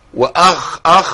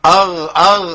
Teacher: الفرق بينهم في صفة واحدة بس، الخاء بيجري فيها نفس والغين ينحبس النفس فيها